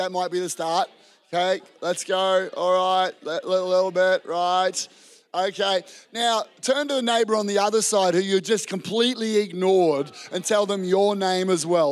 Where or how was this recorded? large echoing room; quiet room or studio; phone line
large echoing room